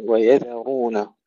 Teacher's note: ويذرون تحقيق الذال وتفخيم الراء